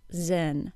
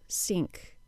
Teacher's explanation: This means that then is pronounced zen and think is pronounced sink.